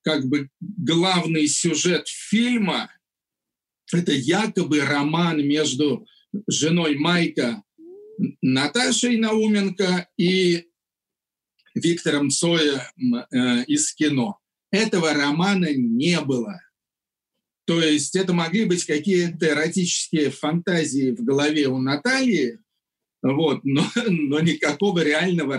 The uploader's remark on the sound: This episode was recorded on April 7th, 2020 via Zoom.